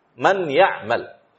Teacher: prosesnya nun sukun ini dileburkan menjadi huruf ya. Karena setelahnya itu huruf ya, maka dia dileburkan kepada huruf ya. · Term: idgham